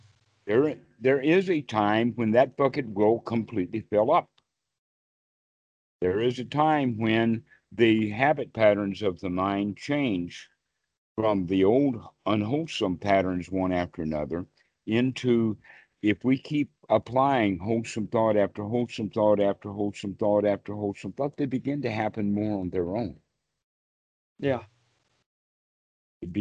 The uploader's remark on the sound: skype calls on this channel